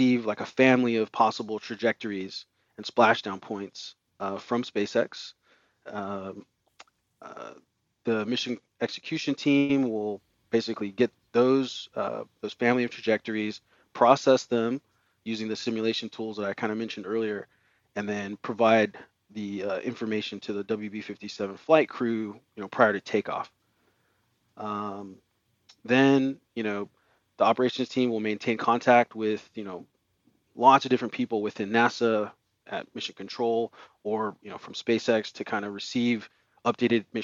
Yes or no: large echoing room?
no